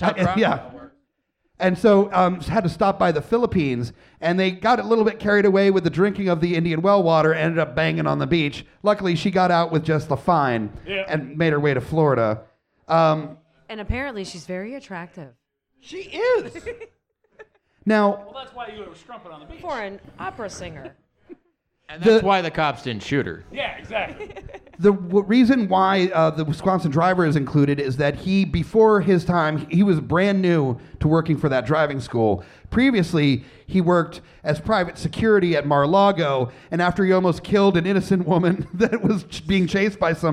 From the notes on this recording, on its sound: Recorded live on 2/09/20 at The Dark Room in Richmond, Va.